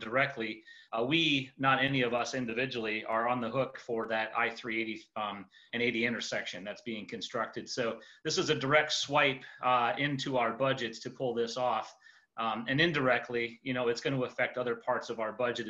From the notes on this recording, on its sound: Zoom meeting